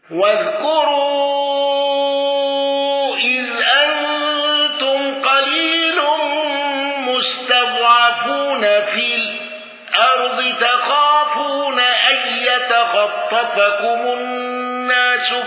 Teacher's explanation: خلف عن حمزة بالإشباع وترك الغنة